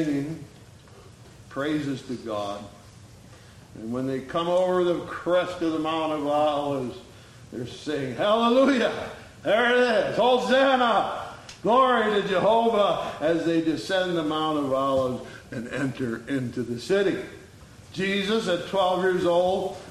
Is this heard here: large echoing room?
yes